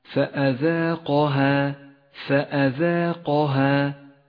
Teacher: الفاء والهمزة والذال كلها حروف مرققة